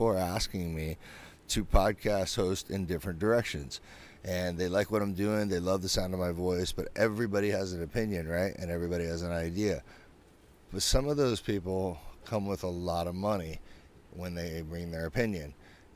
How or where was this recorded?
inside a vehicle